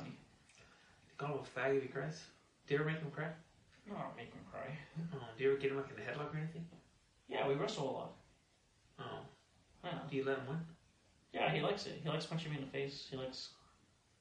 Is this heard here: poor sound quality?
yes